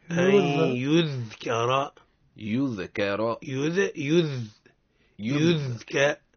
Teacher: قال ابن الجزري قلقلة قطب جد. هل أن الذال من حروف القلقلة؟ ليس من حروف القلقلة. إذن فلا نقلقله · Term: الرخاوة